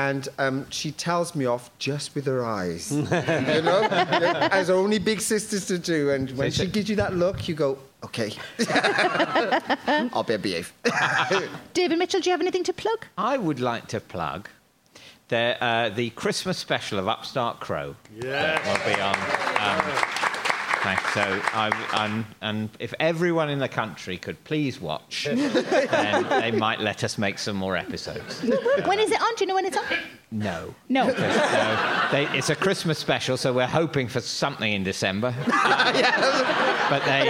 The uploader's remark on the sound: This gigcast is from our one gig of the year. This episode was recorded in front of a live audience at Leicester Square Theatre in November.